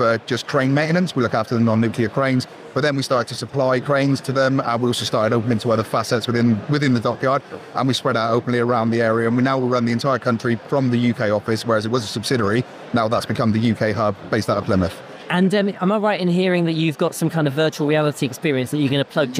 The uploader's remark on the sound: Devon Business Show. 'Live at the Show' podcasts.